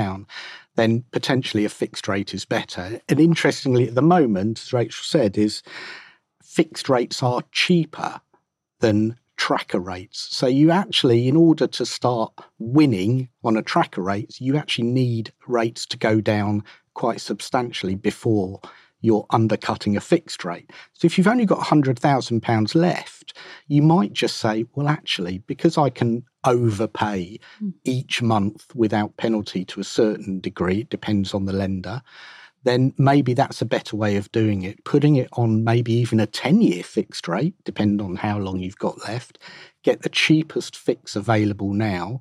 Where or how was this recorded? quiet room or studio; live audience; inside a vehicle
quiet room or studio